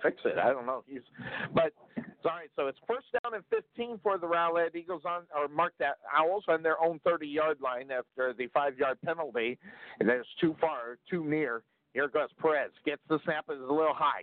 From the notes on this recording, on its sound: LIVE Play-by-Play